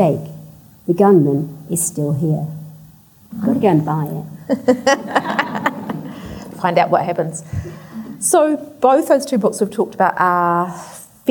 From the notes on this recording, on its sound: at the 2021 Marlborough Book Festival